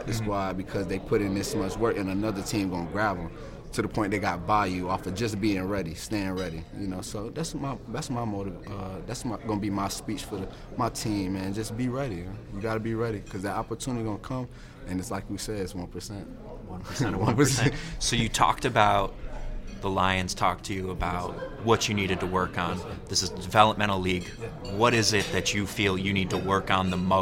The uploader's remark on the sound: LIVE from Major League Football ($MLFB) Training Camp in Mobile